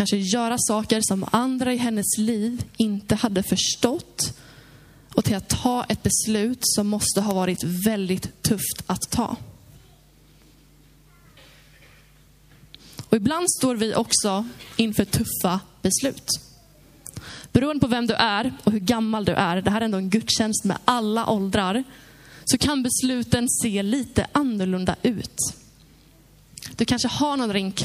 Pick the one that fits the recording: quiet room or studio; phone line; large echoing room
large echoing room